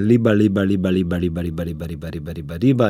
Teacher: uspešno izreka glas L za zgornjimi zobmi